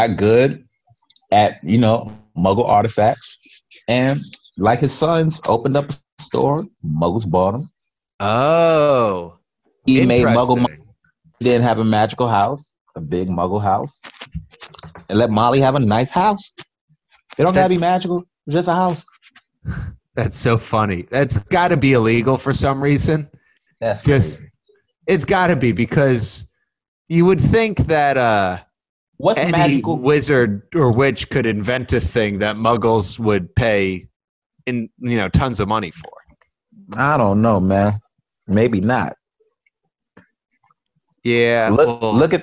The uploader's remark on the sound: zoom chat for the first time since covid-19